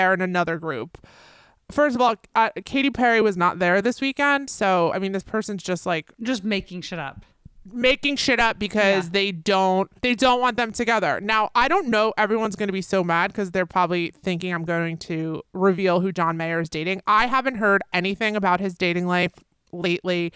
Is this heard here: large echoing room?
no